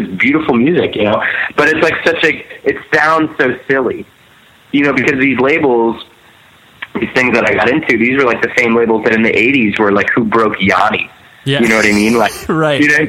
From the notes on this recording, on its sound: We hopped on the phone one afternoon